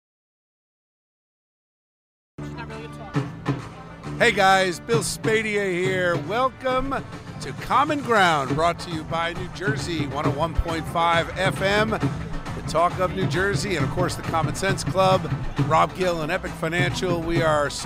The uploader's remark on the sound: in the heart of New York City during the Diwali festival in Times Square